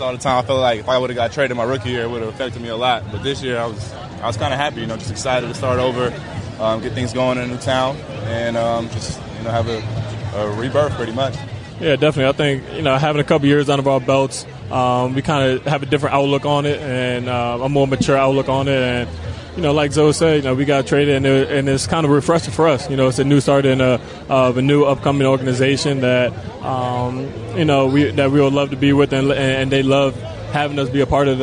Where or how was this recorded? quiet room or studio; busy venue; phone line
busy venue